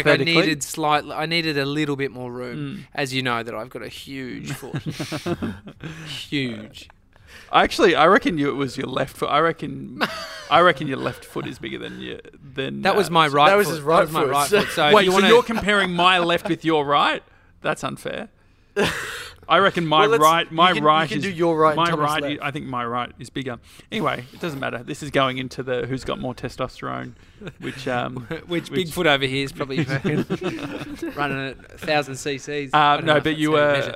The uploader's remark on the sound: Today we're live from from The Deck in Geelong.